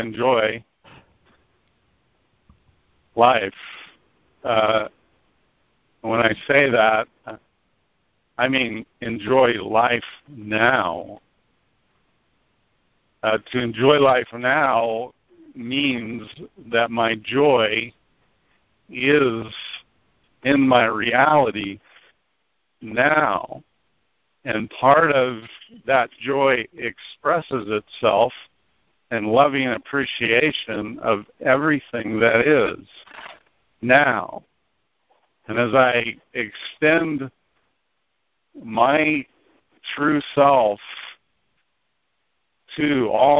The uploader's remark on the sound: ACIM Daily TEXT Conference Call